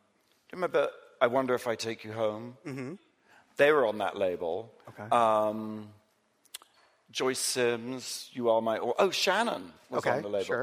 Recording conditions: live audience